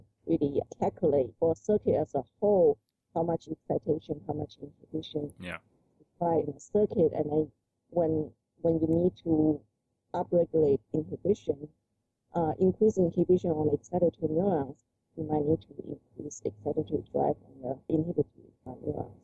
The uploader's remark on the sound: We had some technical difficulties during our interview. The audio quality is not as good as it should be.